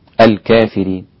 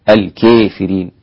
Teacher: أمال الكافرين الإمام أبو عمرو والدوري عن الكسائي ورويس عن يعقوب · Shown in: second take · 9، وقللها ورش، والباقون بالفتح: الكافرين، هذه الفتح، الكافرين، هذه التقليل، الكافرين، هذه الإمالة.